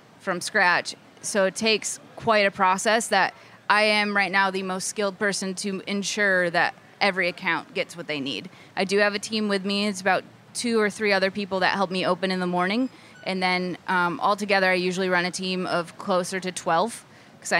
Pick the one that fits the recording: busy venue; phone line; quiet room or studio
busy venue